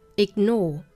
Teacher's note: 这个 g 的音呢我们应该做一个憋住的口型并不把它发成十足的 g 的发音